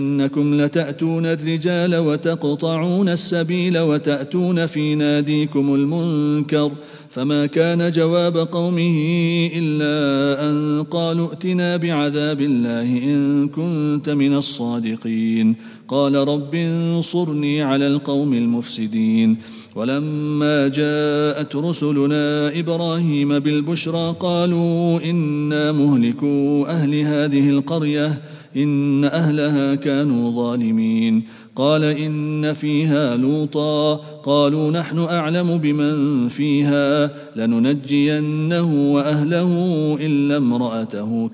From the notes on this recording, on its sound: at the Houghton Masjid (West Street)